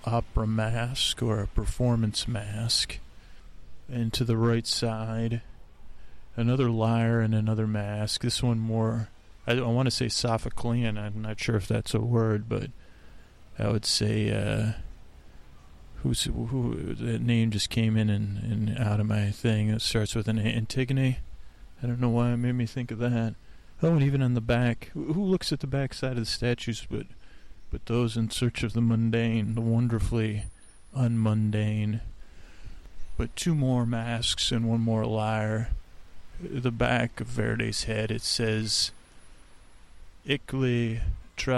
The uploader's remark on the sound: On Location at Golden Gate Park